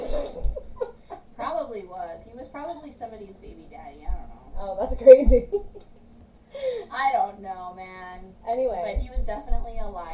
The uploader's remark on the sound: Featuring poor audio quality.